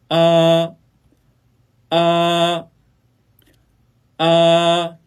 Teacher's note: 啊呢是舌面音，舌位低，不圆唇发音。发音时呢，口自然打开，扁唇，舌头居中央，舌面中部略隆起，舌尖至下齿龈，声带震动，软腭上升，关闭鼻腔通路。啊，啊呃，此组呢，达巴、法达、马达、拉巴、爸爸、妈妈、沙发、沙娜、傻瓜。 · Term: 单韵母 · IPA: ɑ